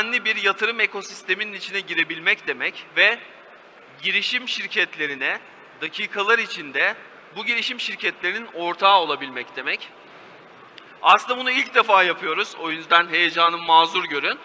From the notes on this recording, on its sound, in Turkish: Türkiye’nin ilk ve tek e-ticaret fuarı olan Worldef Aras Sahnede